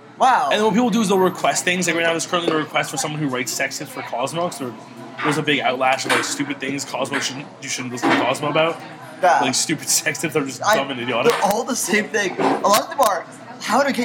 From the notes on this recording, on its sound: (Tim Hortons in pointe-claire to be specific). Bad audio, and sounds of asian chicks talking beside us.